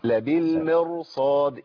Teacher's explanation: ميم محركه بكسر، ادي كسر، جه بعديه راء ساكنه مر تبقى مرققه. المفروض مرققه. الصاد اللي جت بعدها فخمتها.